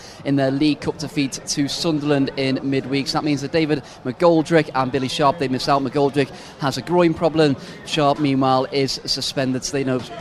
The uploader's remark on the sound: From our spiritual home Barasti. The Grill at Barasti, where the game is always on.